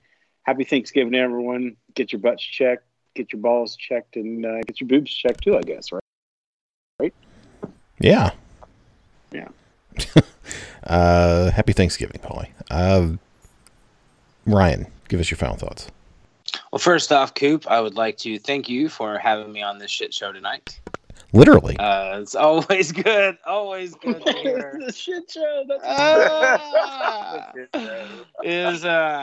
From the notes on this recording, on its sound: Audio and internet issues.